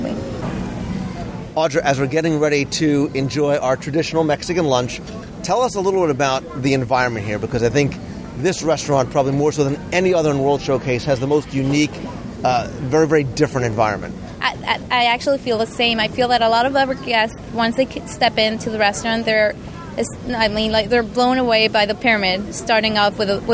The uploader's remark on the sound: Modeled after a Mexican hacienda dating back to 1692, the restaurant sits in perpetual twilight on the banks of a river, across from a Mayan pyramid and ruins. We offer a live review from inside the restaurant as we enjoy some of the Inn's appetizers, main courses, and of course, desserts, as our serve explains every aspect of the meal.